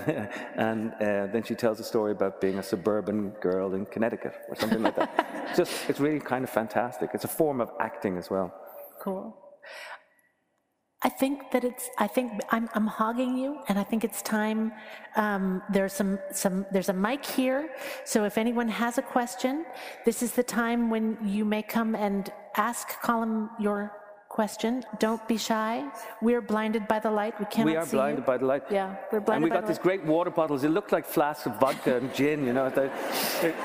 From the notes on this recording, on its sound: From the 2015 Boston Book Festival, October 24, 2015.